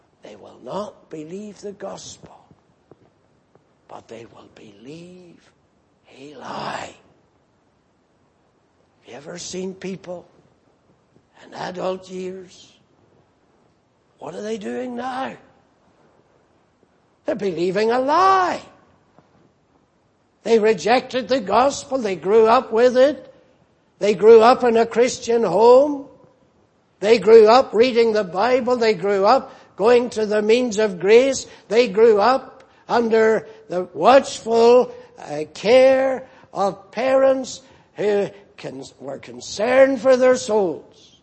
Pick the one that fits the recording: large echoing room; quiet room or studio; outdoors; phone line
large echoing room